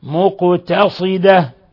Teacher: ولاحظوا القاف الساكنة تقلقل